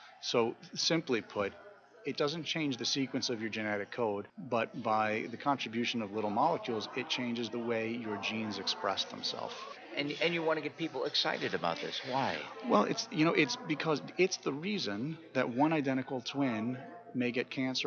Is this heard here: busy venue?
yes